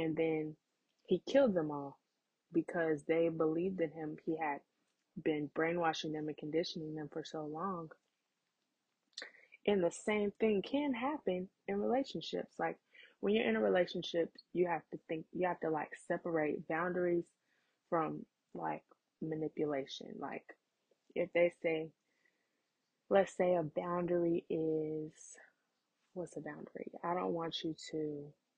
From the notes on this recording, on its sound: Sorry about the audio tonight! I’m still working on getting a new mic!